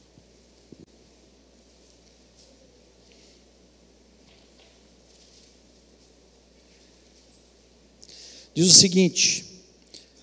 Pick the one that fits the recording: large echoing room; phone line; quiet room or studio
large echoing room